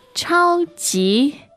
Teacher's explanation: Now the tones there are first and second